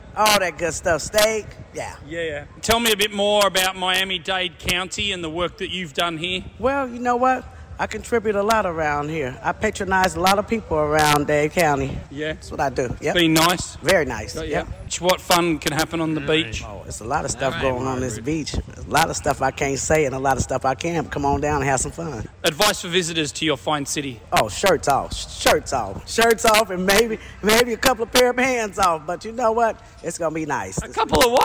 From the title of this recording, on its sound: Reports live from Radio Row for Super Bowl LIV